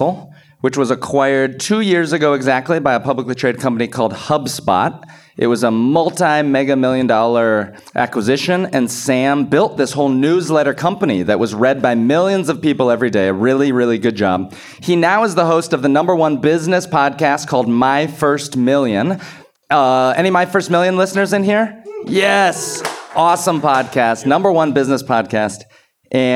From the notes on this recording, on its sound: Last week I did a LIVE podcast episode for the first time with some friends. Thanks to SXSW and the AppSumo team for organizing it, and the audience for coming out. There was an audience Q&A.